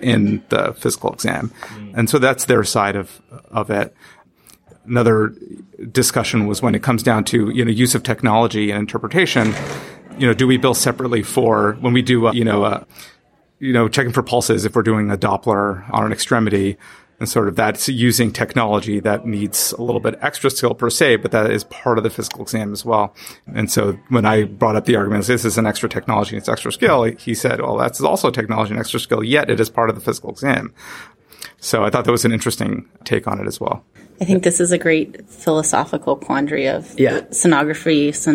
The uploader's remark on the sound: Traveled to Portland, Maine to do some on-the-street reporting at the annual conference for the Society of Clinical Ultrasound Fellowships (SCUF). What evolved was a series of incredible mini-interviews.